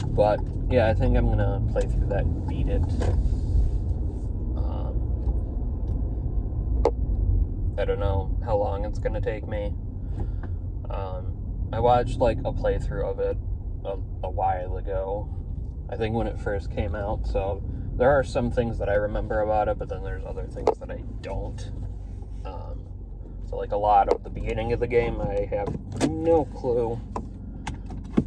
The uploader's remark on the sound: ignore some of the background noise I was driving.